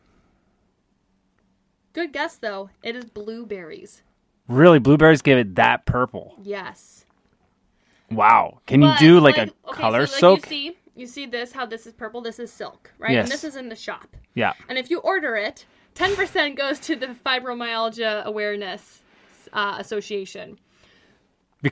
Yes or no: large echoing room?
no